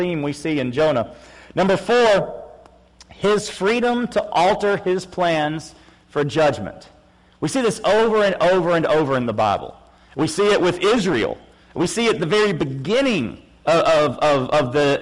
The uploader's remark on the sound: PM Service. FBC Sulphur, LA.